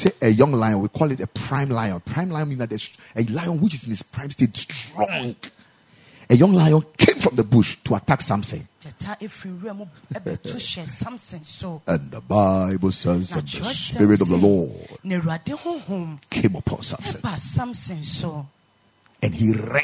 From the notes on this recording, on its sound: Preached at the Ekklesia Campus